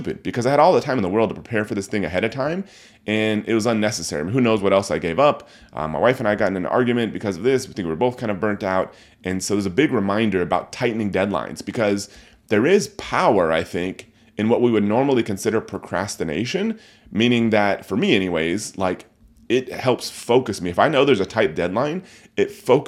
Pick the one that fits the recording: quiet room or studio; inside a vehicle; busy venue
quiet room or studio